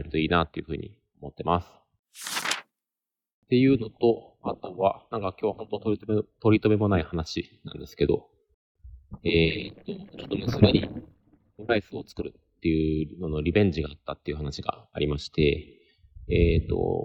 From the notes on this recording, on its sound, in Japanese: 野外収録のため音声に乱れがあります、ご了承ください。寝坊したので早朝に収録できず、朝のウォーキング中に収録しました。